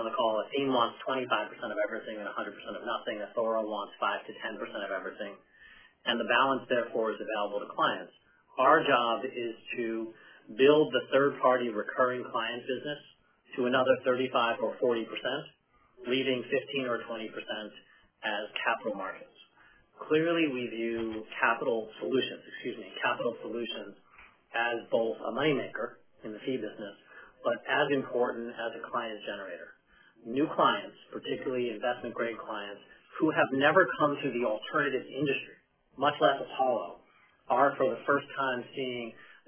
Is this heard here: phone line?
yes